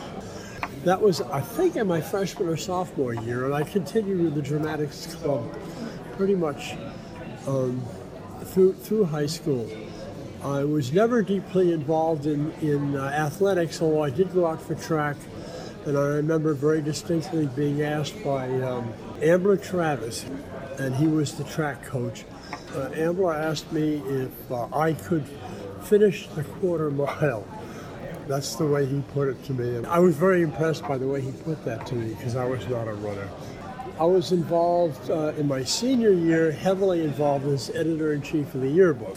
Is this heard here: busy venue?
yes